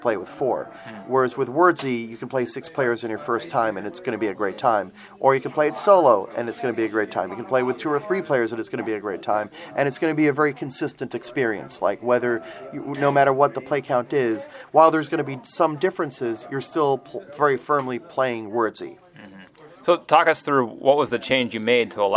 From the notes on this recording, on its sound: Recorded live at BBG.con 2016 in Dallas, TX.